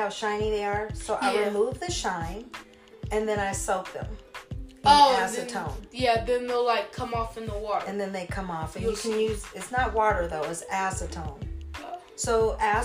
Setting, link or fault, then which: fault, poor microphone